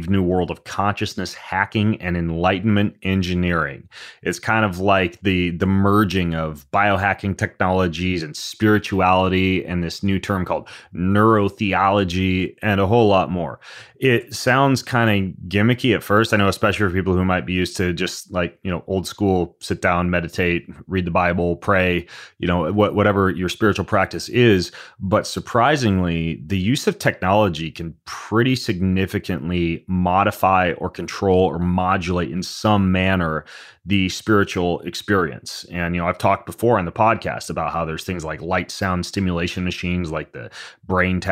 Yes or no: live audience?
no